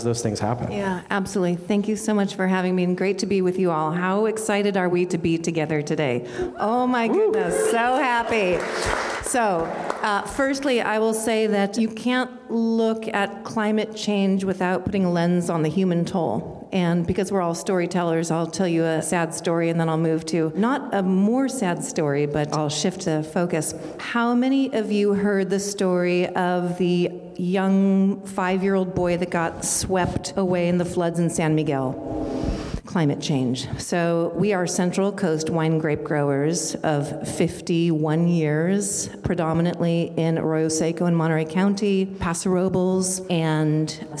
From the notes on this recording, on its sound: Live Panel Episode Recorded During SF Climate Week. Thanks for tuning in to a special live recording episode of Darts in the Dark.